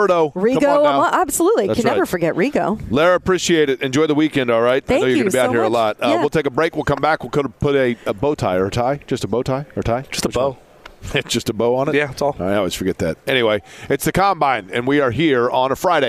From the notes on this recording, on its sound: from Radio Row at the NFL Combine